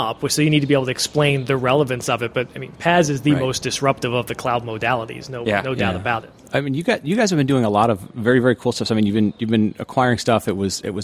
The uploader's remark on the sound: Live from Cloud Foundry Summit